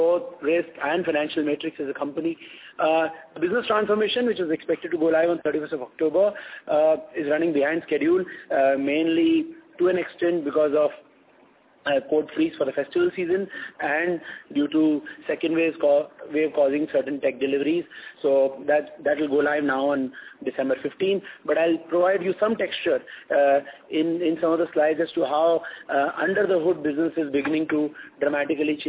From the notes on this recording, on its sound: Results discussion/conference call.